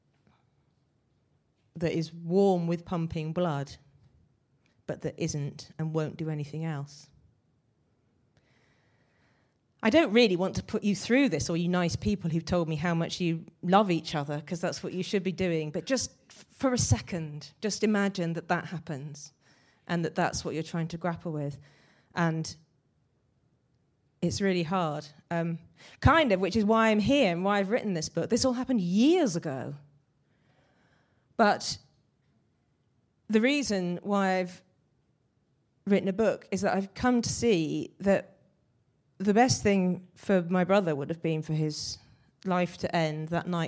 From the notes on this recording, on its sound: Recorded at the 5x15 Bristol event in January 2017.